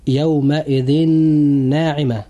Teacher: الكلمة الأولى تنتهي بالتنوين، وقد جاء بعدها حرف الإدغام النون، وإذا جاء حرف الإدغام النون بعد التنوين كما في المثال، فيحدث في هذا المثال إدغام بغنة، فننطق هذه الكلمة هكذا: يومئذ ناعمة.